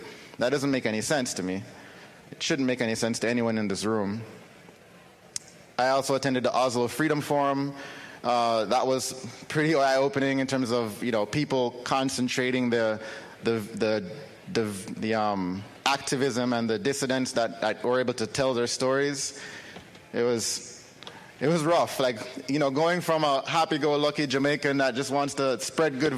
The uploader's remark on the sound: BitBlockBoom 2022 - Austin TX. Session from the 2022 BitBlockBoom Conference in Austin, Texas.